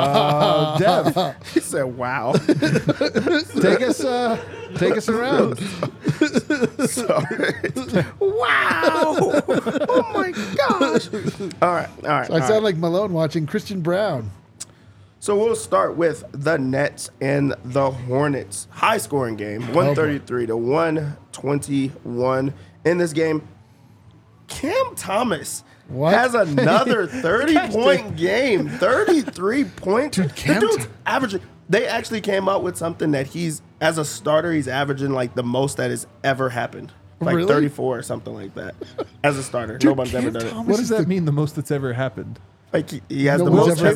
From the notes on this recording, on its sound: LIVE from thew DNVR Bar